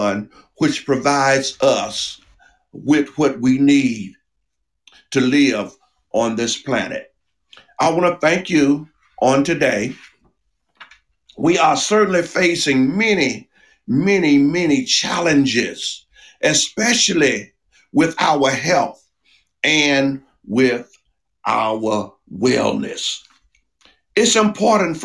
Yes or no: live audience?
no